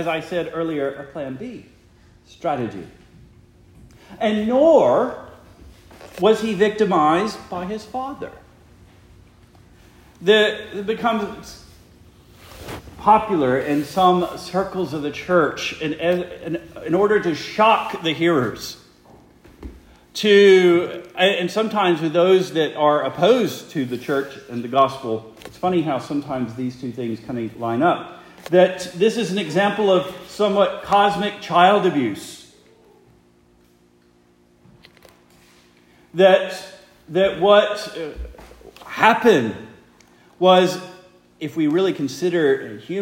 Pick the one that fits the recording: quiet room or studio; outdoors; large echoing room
large echoing room